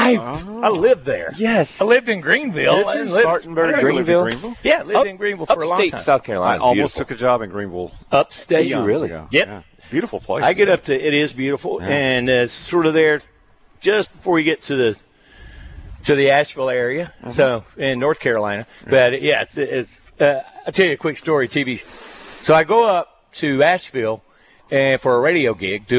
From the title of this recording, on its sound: LIVE FROM TUPELO WINE AND SPIRITS